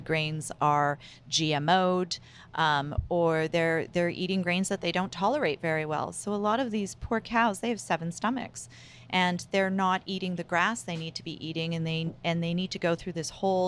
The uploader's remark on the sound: for a live podcast recording in her store in Vancouver BC